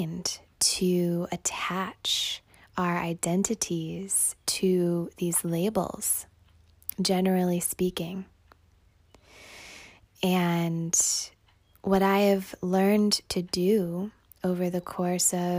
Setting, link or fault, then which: fault, phone or laptop microphone